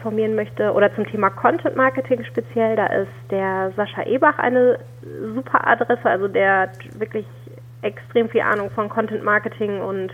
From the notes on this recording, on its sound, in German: Telefoninterview